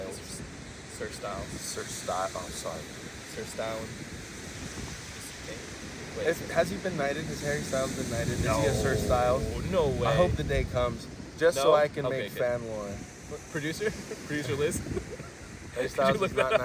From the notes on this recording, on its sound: enjoy the sounds of the ocean